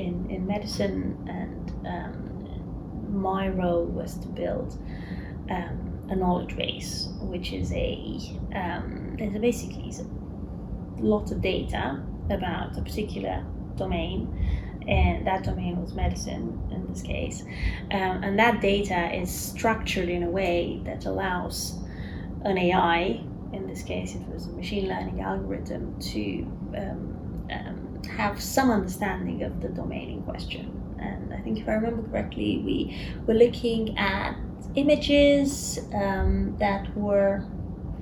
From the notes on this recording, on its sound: Apologies about the background noise, unfortunately, I couldn't remove it. Filmed in person.